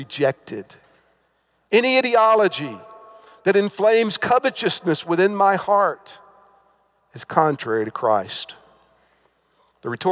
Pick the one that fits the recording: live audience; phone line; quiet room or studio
live audience